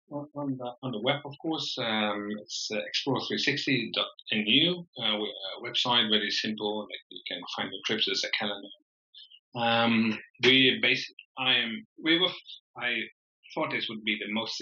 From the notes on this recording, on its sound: I sincerely apologise for the poor audio quality of this episode. We're not really sure what happened.